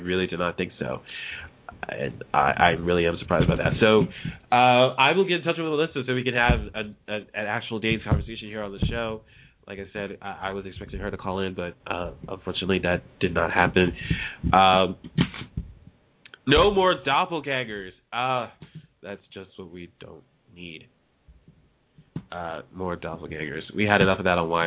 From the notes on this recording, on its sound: A discussion show where fans can call in and voice their opinions.